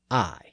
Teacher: Notice that the I sound is pronounced much further in the back of the mouth. · Term: modern long I sound